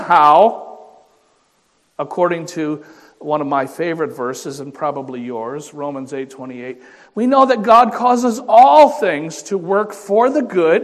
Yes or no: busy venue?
no